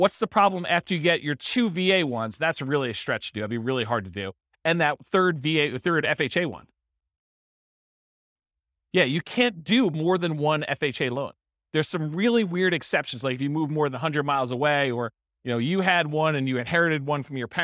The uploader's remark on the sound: This was a live class recorded